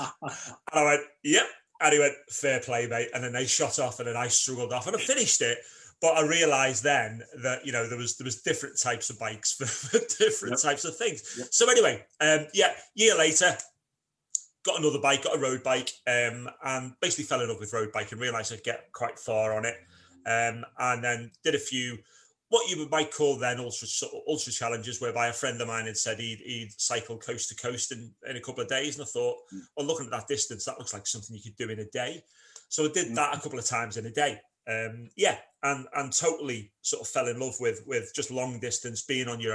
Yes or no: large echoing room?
no